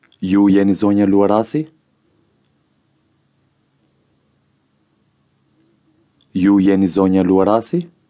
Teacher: Notice the rising intonation at the end.